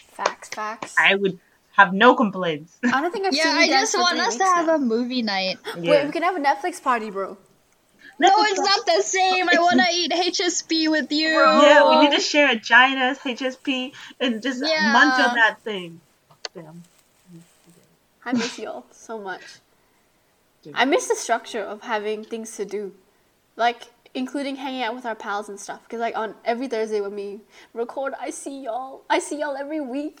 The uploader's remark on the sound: The audio in this episode may not be stellar.